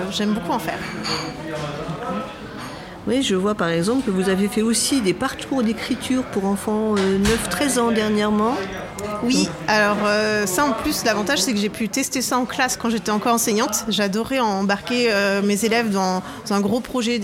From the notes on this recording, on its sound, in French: Assis à une table du bar le Clémenceau de Jard sur mer. Qui participent à Escale Littéraire, le festival proposé par la communauté de commune Vendée Grand littoral.